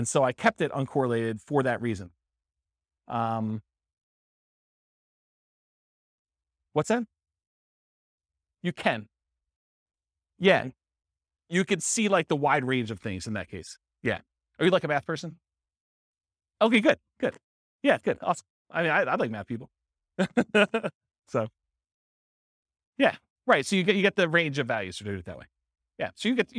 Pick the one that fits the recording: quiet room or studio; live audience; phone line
live audience